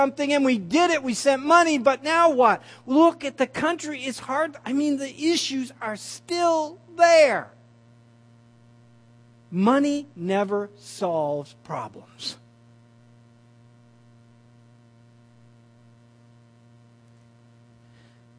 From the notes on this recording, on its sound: At The People&#8217;s Church of Somerville, NB on the morning of February 15, 2015. At The People’s Church of Somerville, NB.